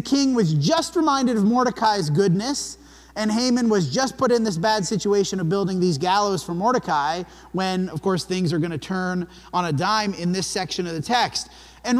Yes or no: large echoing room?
yes